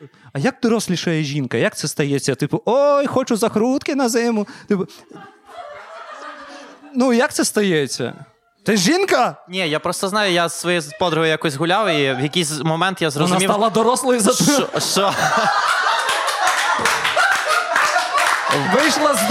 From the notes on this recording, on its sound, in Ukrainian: Запис здійснено у кавярні KARP coffe. Потужностями студії "Дві Сімки" та "радіо Скорбота".